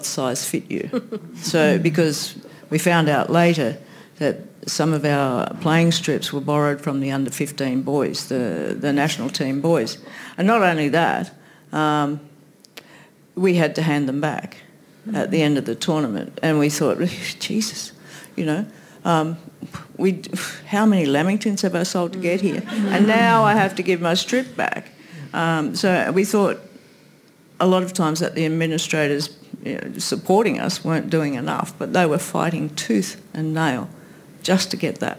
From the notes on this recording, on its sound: This event was recorded on Saturday 29 July 2023 at the Wheeler Centre.